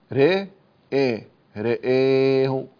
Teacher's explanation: يمد الهمزة هنا من قبيل المد البدل